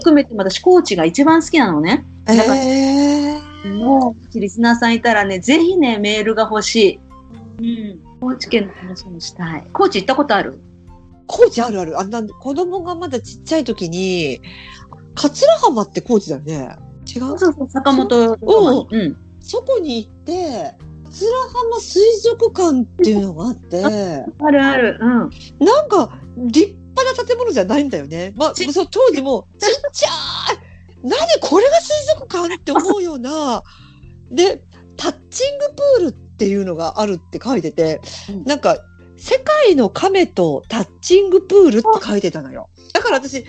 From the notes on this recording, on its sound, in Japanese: 広島・高知・島根。海外という事はあまり関係ないのかも知れないのですが、ネットの設定環境が安定せず、いつも以上に音質が乱れていてごめんなさい※。